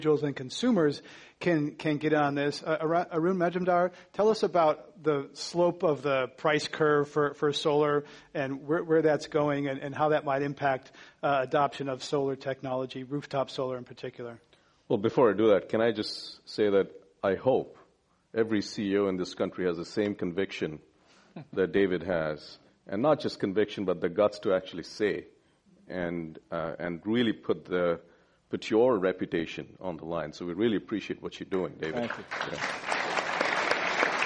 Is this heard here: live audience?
yes